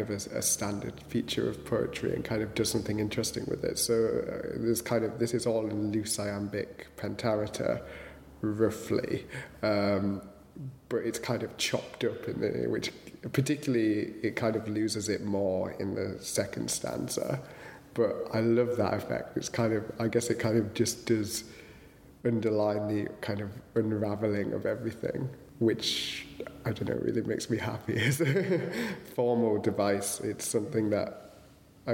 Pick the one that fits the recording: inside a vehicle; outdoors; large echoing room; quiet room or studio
large echoing room